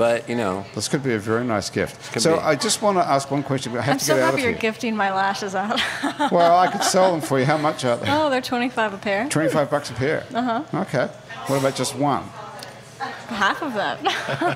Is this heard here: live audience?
yes